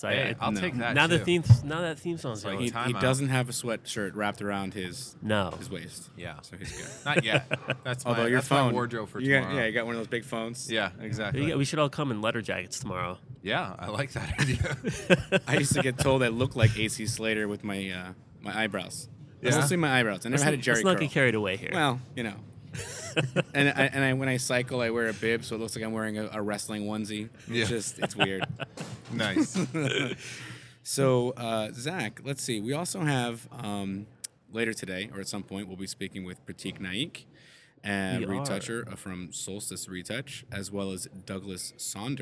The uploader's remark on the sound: We’re recording live from the PDN PhotoPlus Expo in New York where we were able to swindle some of the biggest names in photography to sit in our makeshift cafeteria recording studio.